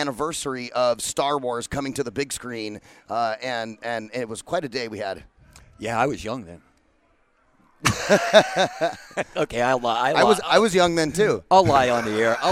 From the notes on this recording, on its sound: Broadcast Day 2 Live from the Phoenix Comicon! Interviews LIVE from the floor of Phoenix Comicon.